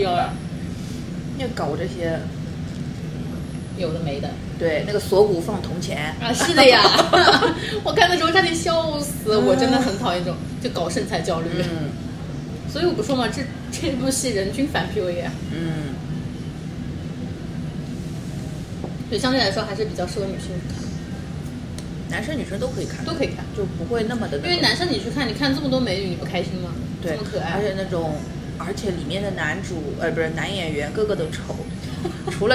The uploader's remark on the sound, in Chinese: 本次录制花费：洋风炭火屋 398元，整2期！